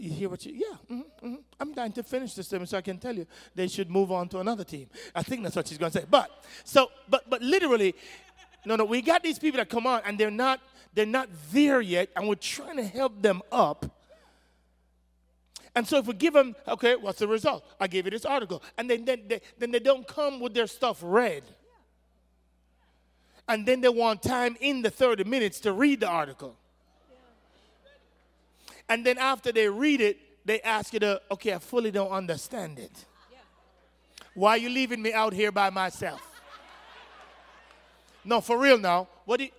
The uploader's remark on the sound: An excerpt from her talk at our 2023 Climb Leadership Conference.